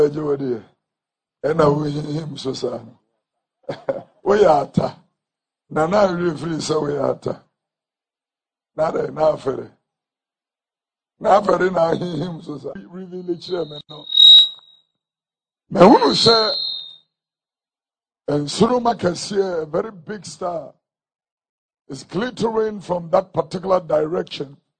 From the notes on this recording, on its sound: Alabaster International Ministry. During Prophetic Crossover Night Service.